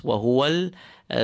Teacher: Feel the ha in the center of your throat. Feel the wows on your lips.